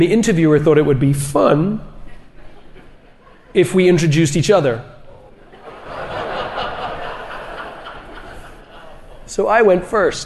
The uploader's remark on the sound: EntreLeadership Summit 2019. On our Live From Summit stage. This sold-out crowd.